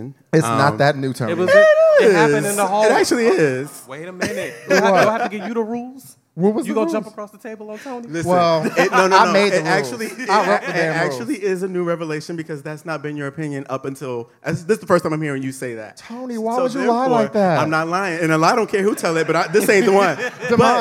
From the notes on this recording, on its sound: This special episode was recorded in front of a live audience, marking an exciting milestone for our podcast.